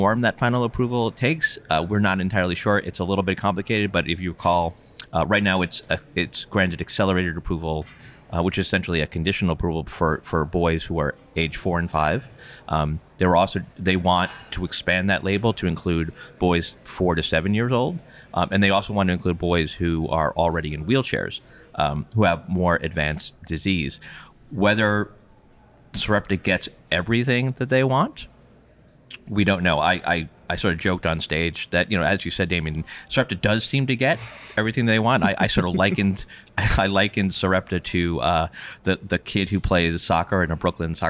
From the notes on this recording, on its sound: Live! From #JPM24. Recording from the STAT co-working space outside the J.P. Morgan Healthcare Conference.